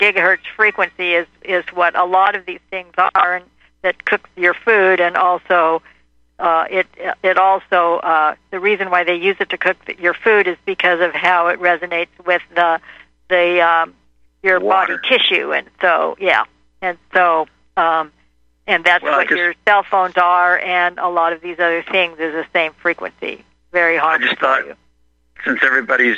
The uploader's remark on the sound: We took callers during the last 30 min